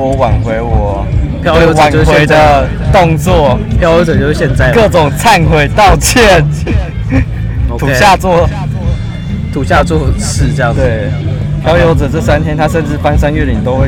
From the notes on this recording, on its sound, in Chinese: 野外錄出。在意音質者請注意！！！！錄音來自2020年漂遊者音樂祭現場收音。